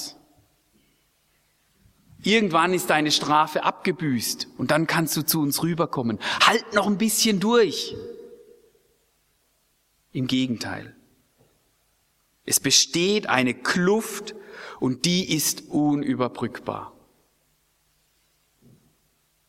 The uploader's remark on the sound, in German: aus dem Präsenz-Gottesdienst der Missionsberg-Gemeinde (Liebenzeller Mission)